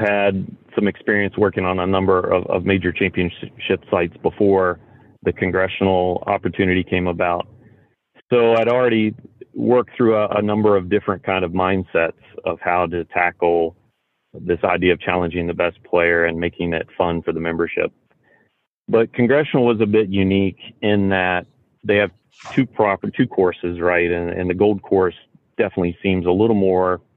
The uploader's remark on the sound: called into the podcast from his current job site at Indian Creek